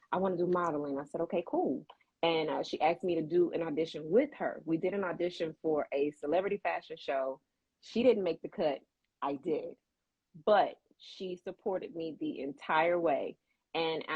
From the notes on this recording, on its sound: Recorded 4/24/2022 via Instagram Live.